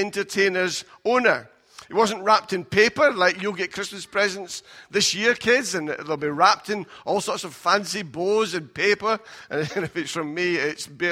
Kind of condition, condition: setting, large echoing room